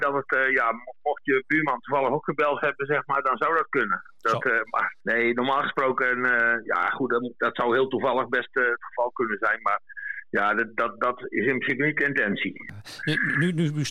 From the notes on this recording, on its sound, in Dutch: Een telefonisch gesprek